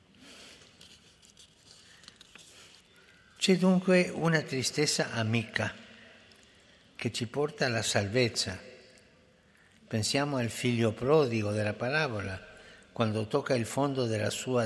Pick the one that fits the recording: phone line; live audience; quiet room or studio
live audience